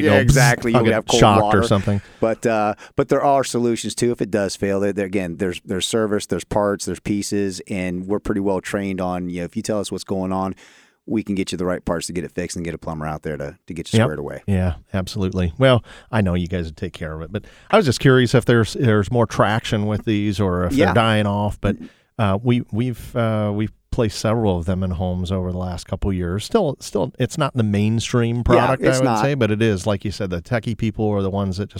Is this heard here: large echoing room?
no